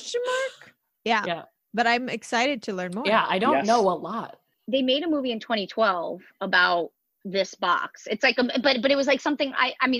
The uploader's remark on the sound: This episode was recorded over ZOOM so the audio quality is a little different.